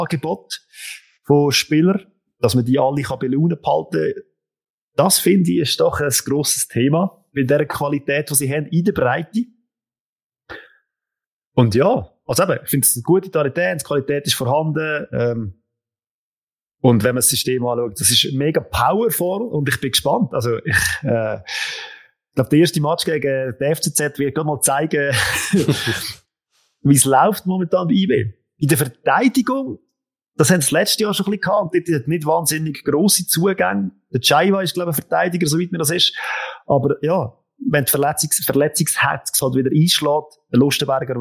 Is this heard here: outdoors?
no